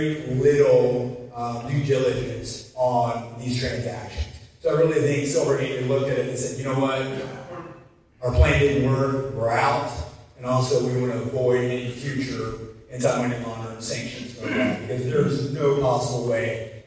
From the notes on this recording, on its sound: excerpts from his keynote speech at this year's FSPA Conference